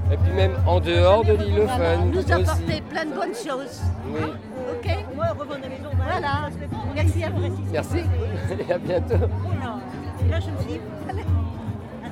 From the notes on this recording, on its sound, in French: Lors du festival Ilophone de septembre 2022, l'équipe de radio Pikez s'est déplacée pour y capter l'ambiance et y faire des rencontres. Artistes, bénévoles, festivalier.ère.s et habitant.e.s de Ouessant se retrouvent tour à tour aux micros.